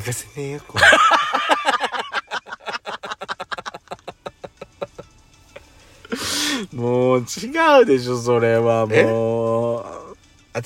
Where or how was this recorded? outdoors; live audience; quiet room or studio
outdoors